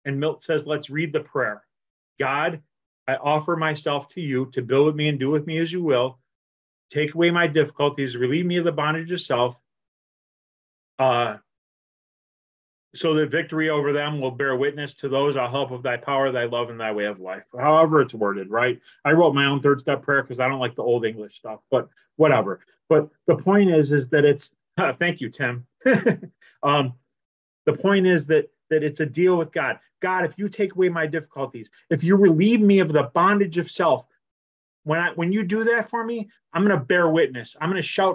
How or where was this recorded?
video call